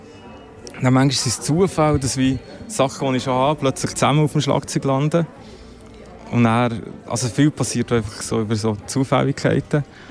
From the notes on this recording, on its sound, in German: Live aus dem Royal